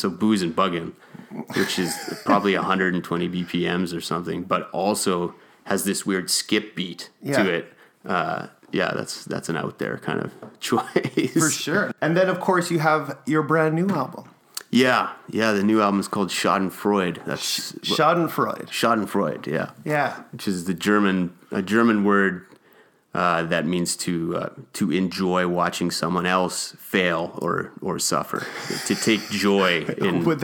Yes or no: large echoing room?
no